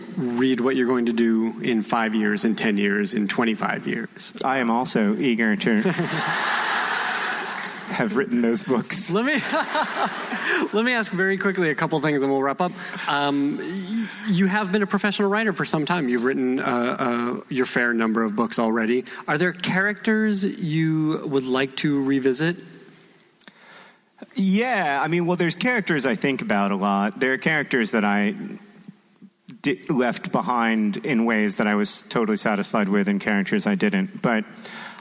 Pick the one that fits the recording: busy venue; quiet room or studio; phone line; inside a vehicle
busy venue